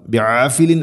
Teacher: ഗൈന തൊണ്ടയുടെ മുകൾ ഭാഗം